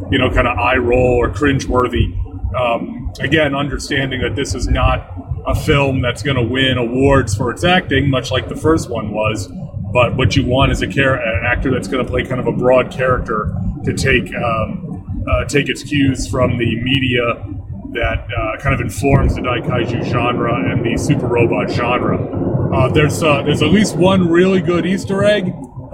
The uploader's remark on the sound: The audio is not up to my normal standards since I was recording in the mobile studio